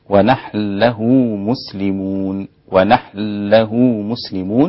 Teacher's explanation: فأدغمت النون تماما في اللام · Term: الإدغام الكبير